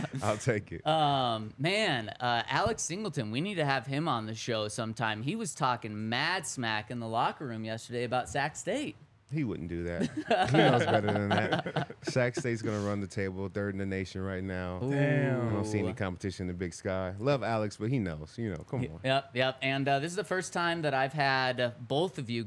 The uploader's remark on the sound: coming to you LIVE from the DNVR Bar